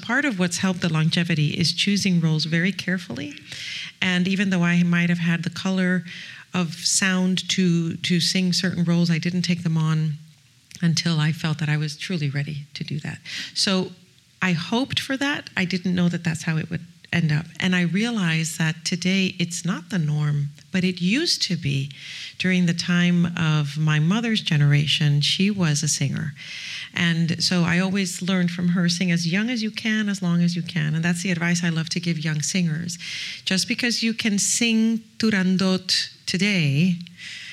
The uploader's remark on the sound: Back in the fall, when she was in Los Angeles for “Don Carlo”. Sat down for a chat in front of a live audience.